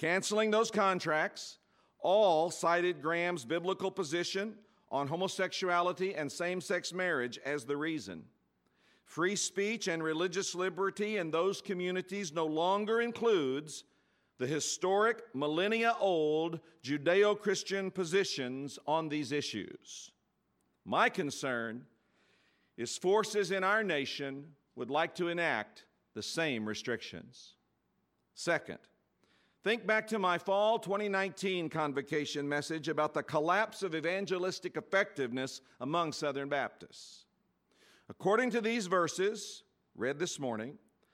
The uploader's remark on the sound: It was recorded live during the first chapel of spring 2020.